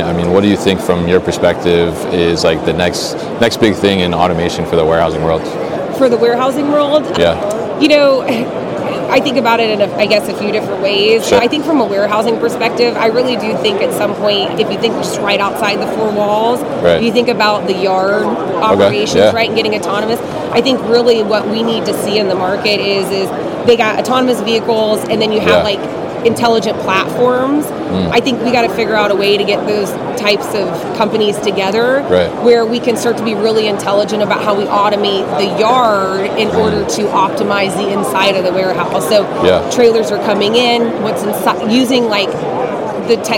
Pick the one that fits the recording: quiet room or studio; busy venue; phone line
busy venue